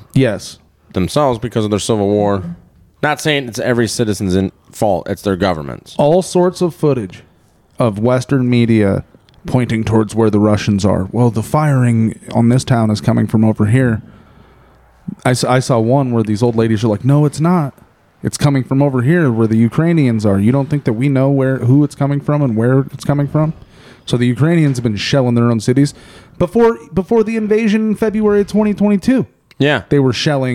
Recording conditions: busy venue